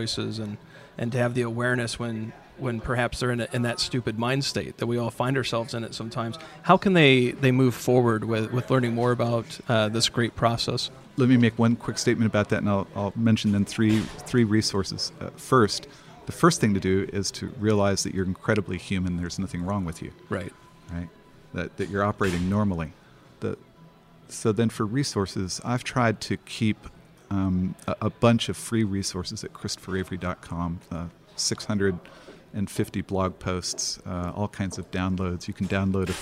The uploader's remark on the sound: At The Path to Agility Conference.